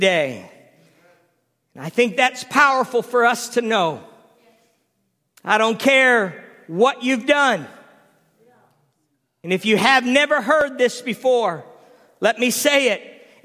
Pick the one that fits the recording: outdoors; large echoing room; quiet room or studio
large echoing room